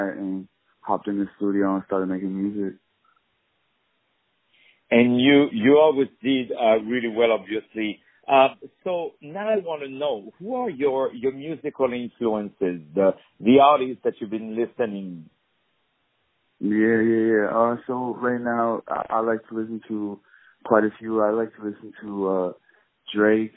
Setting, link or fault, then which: link, phone line